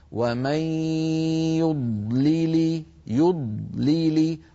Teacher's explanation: ننتبه إلى التقاء ضاد ساكنة مع لامين بعدها مكسورتين ليلي، فلا بد من تخليط صوت الضاد من صوت اللامين، هكذا: ومن يضلل يضلل.